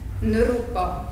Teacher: az indiaiak közül sokan ezt a rit runak ejtik. Tehát nem rinek, hanem nrupa.